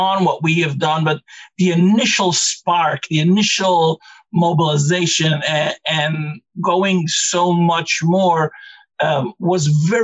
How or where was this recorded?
video call